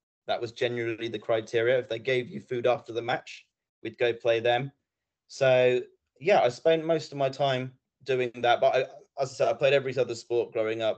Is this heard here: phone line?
no